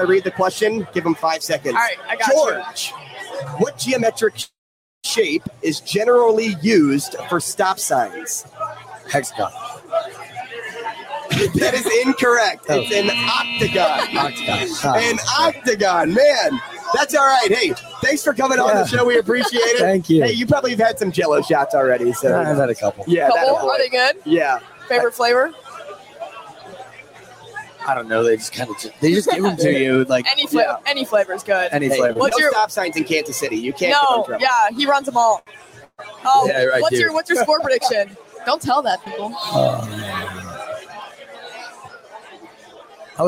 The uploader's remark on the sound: Live at Rocco's